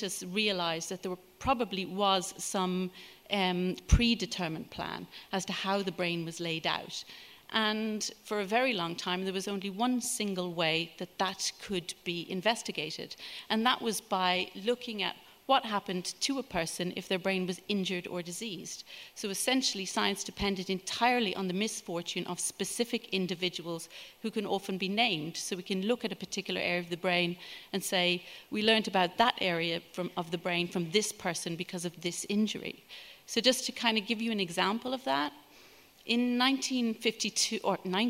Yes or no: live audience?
yes